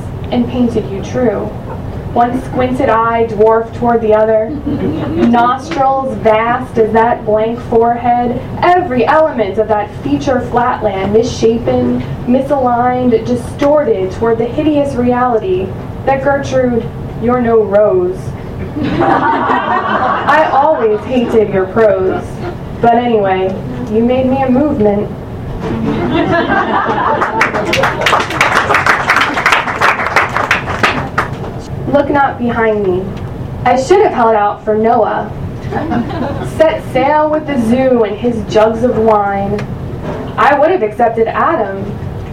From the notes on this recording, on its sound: I did some stealth recording at an open mic in Annapolis